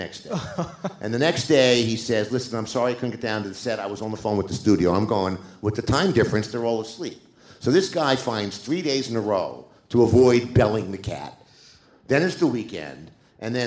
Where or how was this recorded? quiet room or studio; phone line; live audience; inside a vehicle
live audience